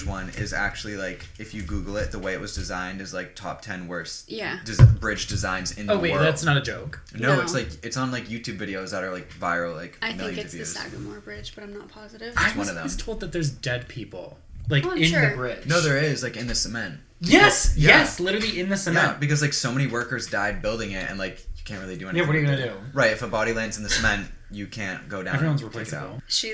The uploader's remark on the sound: The audio levels are a little funky in this one